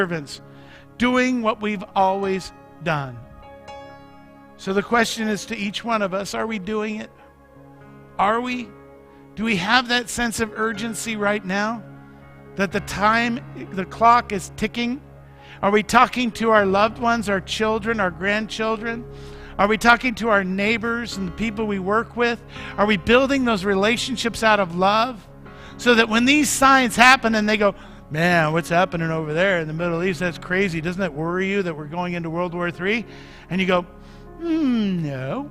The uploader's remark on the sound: Mt. Zion Church Live!